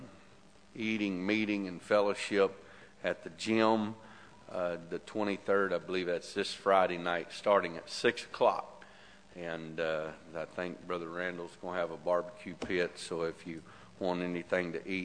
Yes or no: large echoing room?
yes